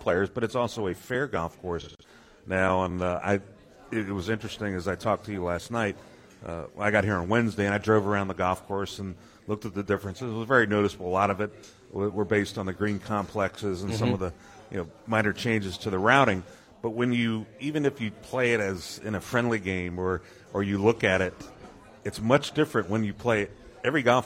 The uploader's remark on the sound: Live from RSM Classic. As we broadcast live from Sea Island and the RSM Classic.